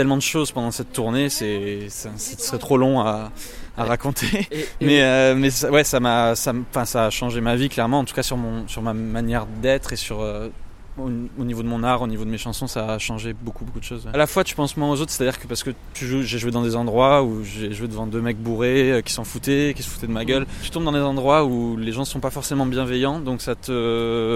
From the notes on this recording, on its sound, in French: Un épisode enregistré aux Transmusicales de Rennes, juste après le concert, avec deux chansons en acoustique.